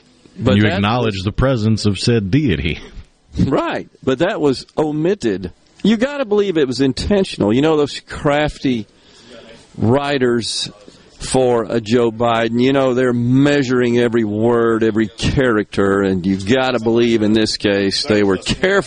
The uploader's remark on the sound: LIVE from Carter Jewlers on High Street in Jackson